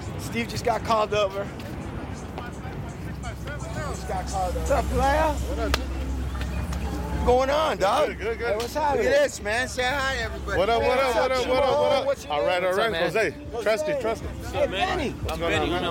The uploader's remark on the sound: HEAR WHAT HANGING OUT AT THE BEACH ON A SUNNY SEPTEMBER SUNDAY IN LA SOUNDS LIKE